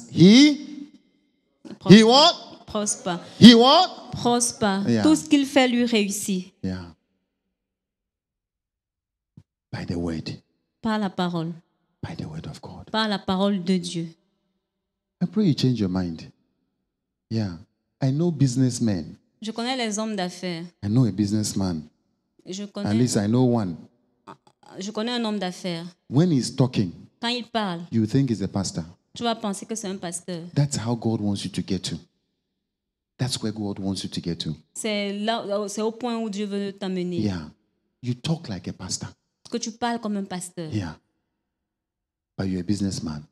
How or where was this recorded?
live audience